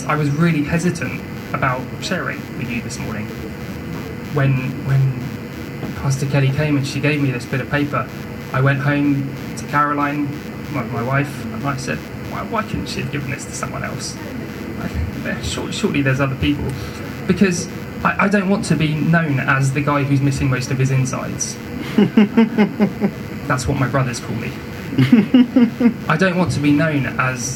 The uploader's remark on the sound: We apologise for the technical recording issues in this week's episode!